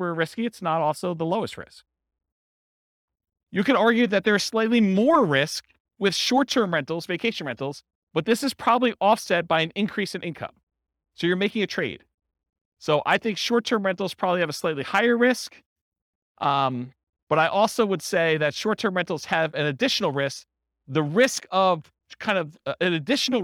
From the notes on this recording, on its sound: This was a live class recorded